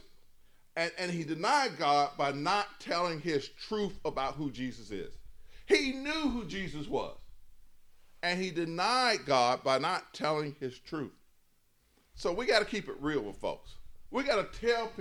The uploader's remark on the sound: In a sermon recorded live at New Bethel.